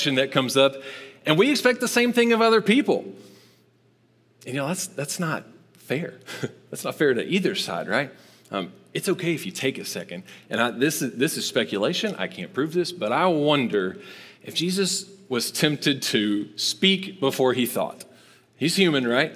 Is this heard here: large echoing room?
yes